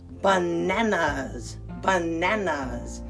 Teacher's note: Our next fruit, B-A-N-A-N-A-S, bananas, bananas. The emphasis is on the second syllable, bananas.